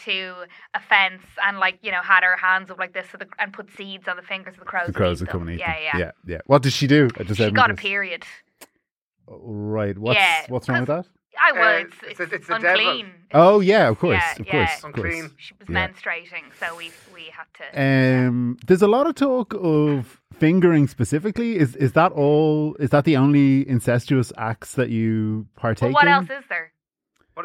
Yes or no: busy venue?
no